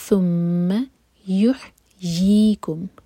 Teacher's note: یا کا ساؤنڈ آنا چاہیے اور یہ ہے دو حرکہ لمبا مد تبعی